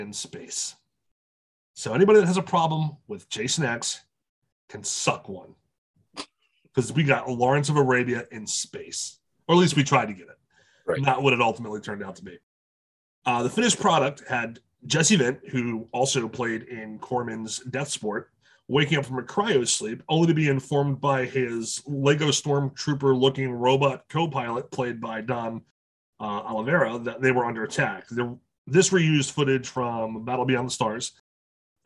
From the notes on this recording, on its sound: Also, Zoom is still a shit...